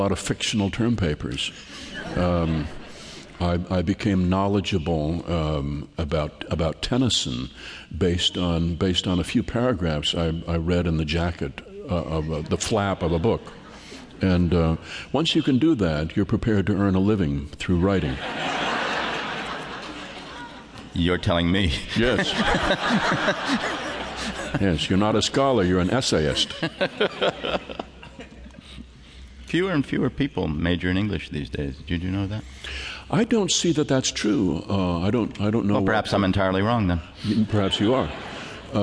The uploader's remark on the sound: At the 92nd Street Y. Has the audience eating out of his hand.